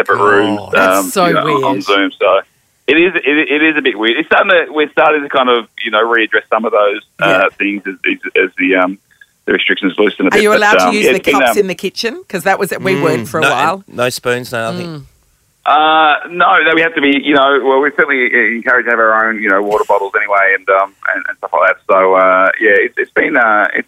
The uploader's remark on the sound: Called through.